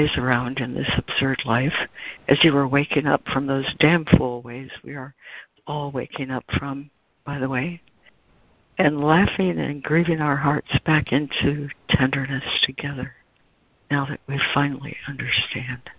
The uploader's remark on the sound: ACIM Daily Conference Call